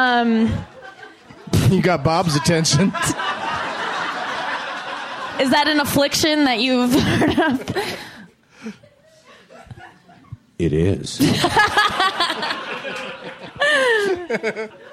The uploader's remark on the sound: taped at the UCB Theatre in NYC